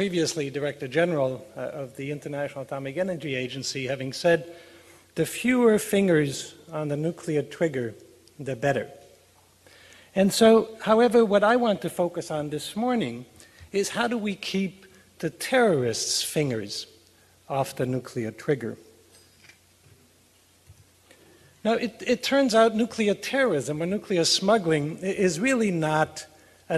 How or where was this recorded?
live audience